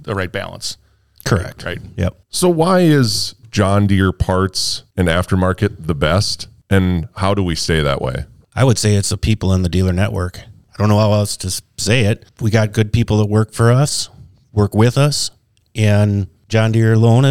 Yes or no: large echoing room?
no